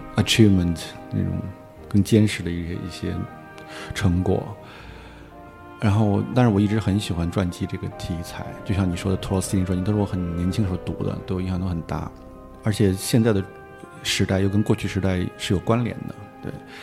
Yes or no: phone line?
no